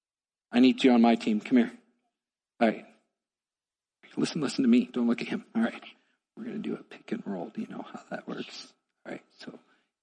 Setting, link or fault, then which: setting, large echoing room